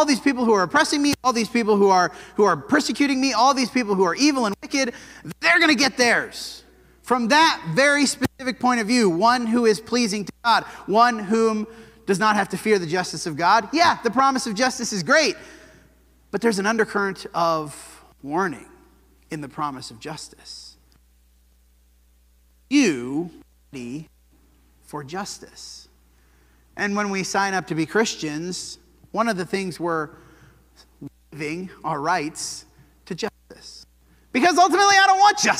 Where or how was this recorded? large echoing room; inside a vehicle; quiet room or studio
large echoing room